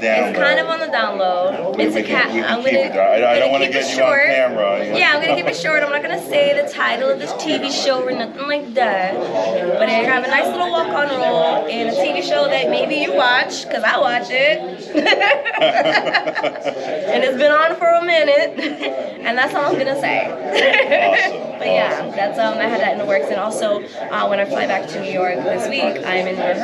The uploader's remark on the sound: live from Pittsburgh's Horror Realm Con 2023